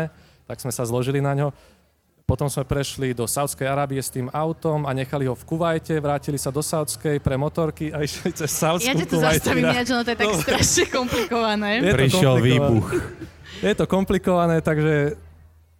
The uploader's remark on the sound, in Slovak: počas live nahrávania Všesvet Podcastu na festivale Grape